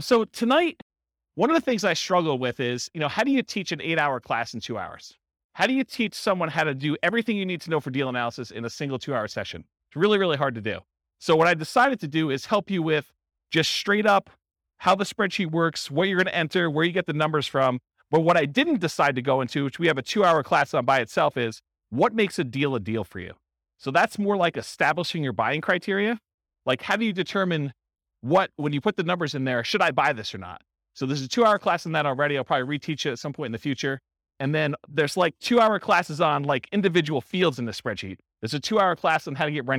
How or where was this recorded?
live audience